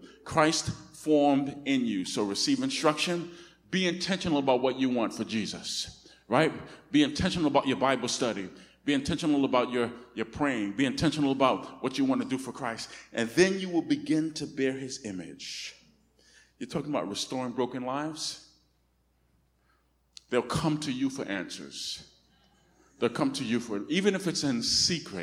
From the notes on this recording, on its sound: Recorded on 2016-08-28 at the 10:00am Service.